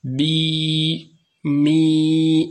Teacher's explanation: هناك ارتفاع لوسط اللسان مع انخفاض للفك السفلي · Term: الياء المادية